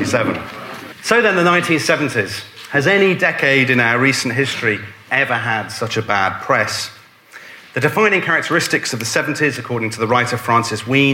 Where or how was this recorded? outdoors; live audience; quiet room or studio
live audience